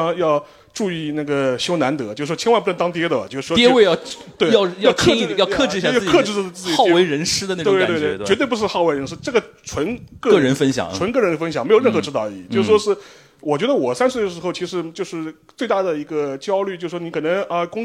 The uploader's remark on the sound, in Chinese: 东亚观察局》线下见面会东京站实况